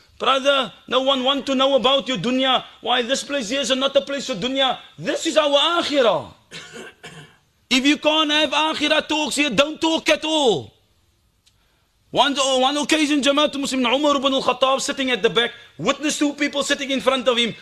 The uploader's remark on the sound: Bayview Masjid Jumuah